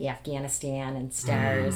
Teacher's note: It was fascinating because the upper crust, like the 1% in Flint that was not at all affected by the GM closures, have a very, your very standard Midwestern, like really flat A's